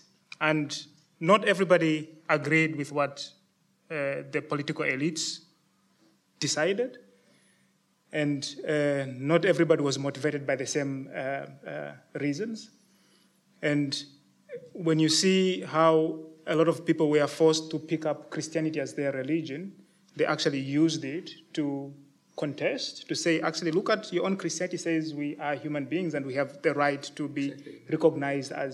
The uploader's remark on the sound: Denkwerk Festival Lecture and conversation. De Lindenberg.